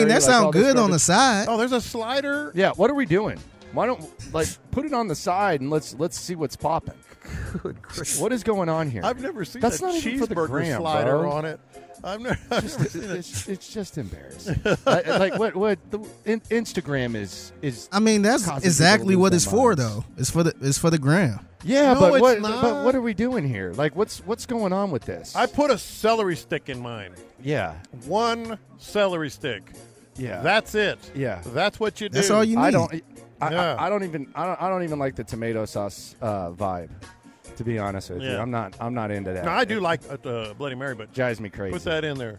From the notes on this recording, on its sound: Live from Radio Row